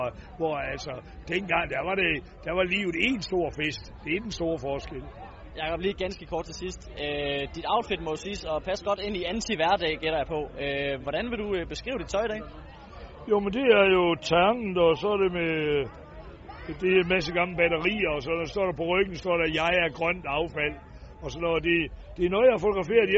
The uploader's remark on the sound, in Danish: Live fra Smukfests Ambassade på åbningsdagen.